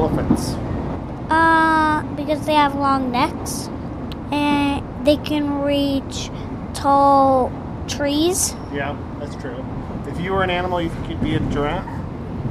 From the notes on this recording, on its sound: Episode 37: On the Train. Today we bring the mic onto the L.